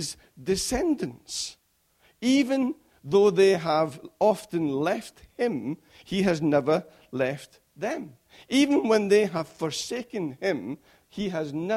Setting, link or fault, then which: setting, large echoing room